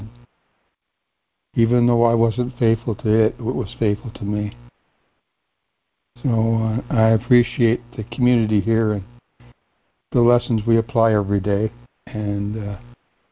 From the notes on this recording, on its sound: ACIM Daily Conference Call